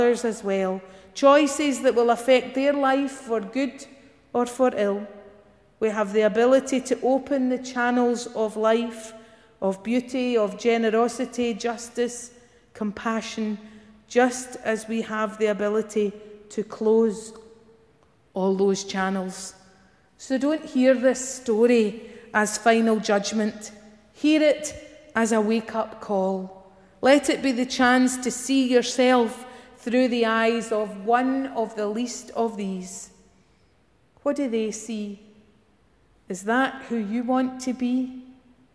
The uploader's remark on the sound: Morning worship recorded at GSPC